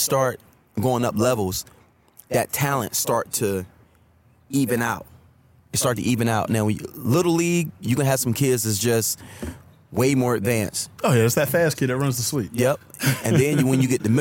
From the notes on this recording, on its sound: In this episode we outside again at The Premier Sports Academy.